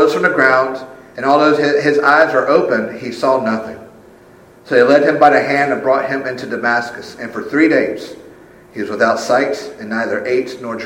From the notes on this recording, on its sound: Full service is recorded